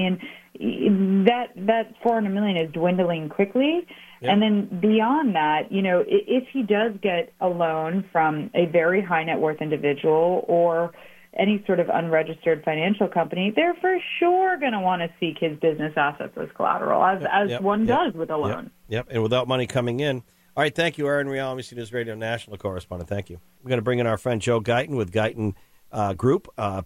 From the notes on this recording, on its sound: calling LIVE from South Carolina